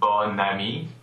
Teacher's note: what used to be a nasal O becomes an open O